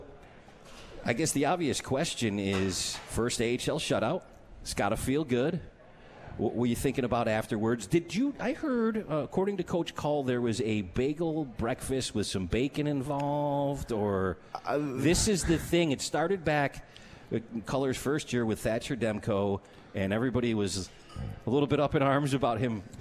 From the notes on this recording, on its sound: At The 72 Tavern & Grill and joined on the phone.